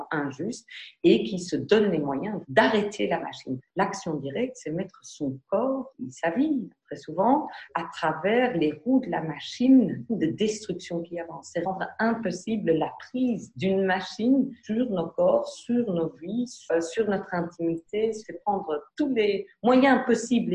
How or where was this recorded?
video call